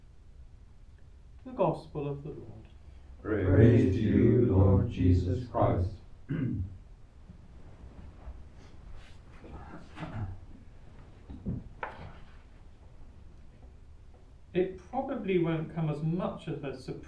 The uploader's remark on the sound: Recorded live at Southgate House on 9 November 2023.